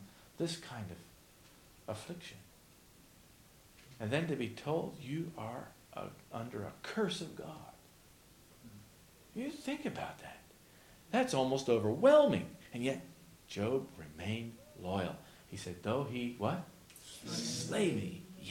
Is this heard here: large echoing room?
yes